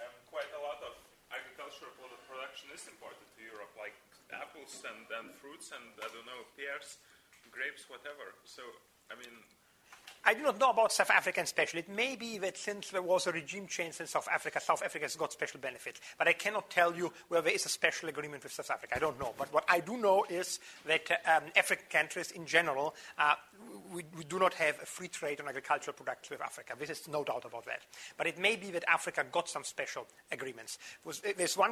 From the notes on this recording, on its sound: Took place within the scope of a 4-day course of lectures which was taped from the 31st May to the 03rd June at the Northern Institute of Technology. Took place within the scope of a 4-day course of lectures which was taped from the 31st May to the 03rd June at the Northern Institute of Technology.